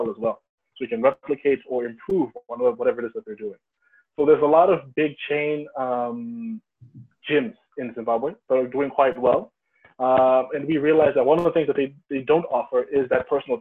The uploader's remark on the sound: Note the audio was captured from Zoom video call and sound quality may be poor.